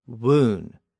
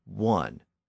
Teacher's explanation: the sound was raised to a long U or oo sound, woon, and then was shortened to a short U sound, ultimately giving us the modern pronunciation one.